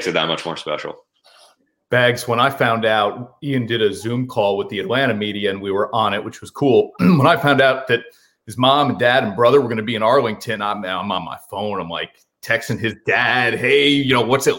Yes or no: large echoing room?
no